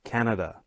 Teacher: the stress is in the first syllable, can